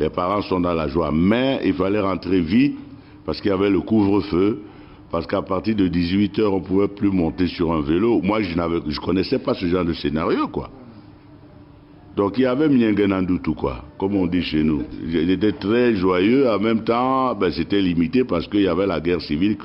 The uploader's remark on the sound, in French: Cet entretien a été enregistré à Londres en 2010 lors du 50e anniversaire du Ronnie Scott’s, un cabaret mythique de jazz